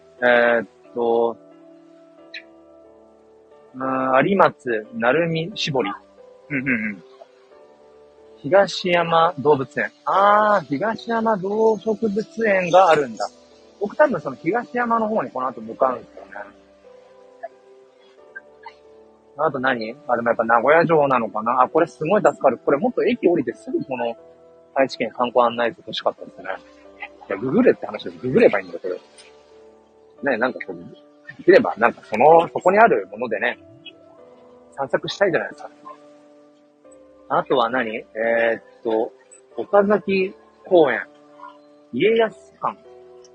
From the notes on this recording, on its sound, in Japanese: Live 人生初の名古屋駅周辺を散策中Ⅱ。